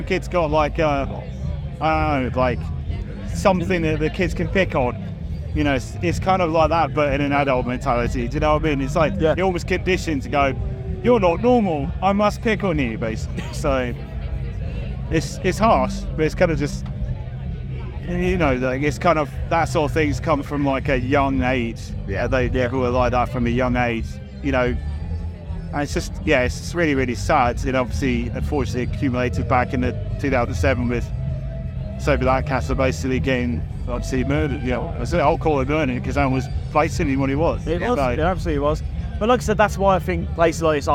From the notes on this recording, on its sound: Live from 2000 Trees 2023